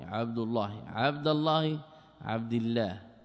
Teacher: فخم اللام من اسم الله عن فتح أو ضم كعبد الله